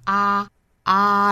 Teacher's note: 一定要找好啊这个元音，就是上下开口度是最大的一个元音。我们平常发这个啊的音的时候呢经常会对应成汉语阿波茨的那个啊，那英语里面这个音呢是要我们在这个基础之上下巴还要再往下走，降到不能再低的程度，我们发啊啊然后过渡到后面的元音 A, I, I, I, in,加鼻音,ind,再加前面的辅音就是 find, find,所以这种拆分的方法还是很容易让我们找好尤其这个元音的口型 find find,一旦我们的大脑熟悉了我们发正确的这个